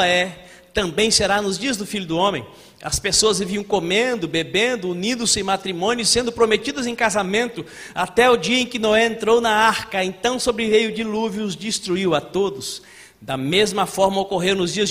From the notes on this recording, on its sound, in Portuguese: em nosso Culto de Celebração dia 14/09/2020 na Igreja ABA Blumenau (Transmitido ao vivo)